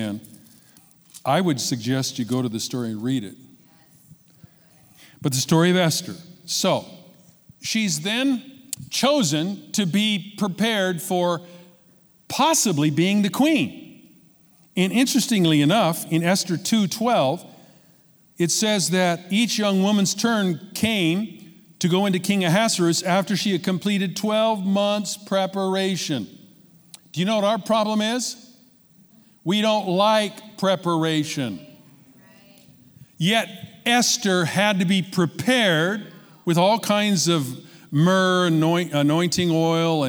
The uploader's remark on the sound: Recorded from our 11am in person service in Meridian, Idaho.